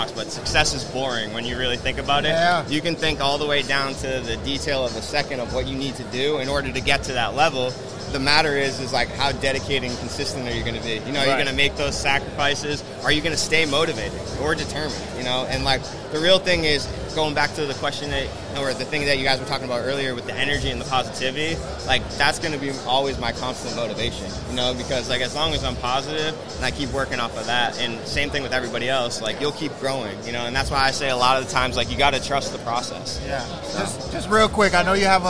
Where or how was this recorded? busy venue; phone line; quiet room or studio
busy venue